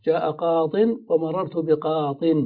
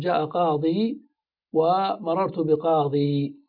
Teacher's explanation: الأفصح حذف الياء في الرفع والجر، فنقول جاء قاض ومررت بقاض، واللغة الأخرى وهي القليلة إثبات الياء، تقول جاء قاضي ومررت بقاضي.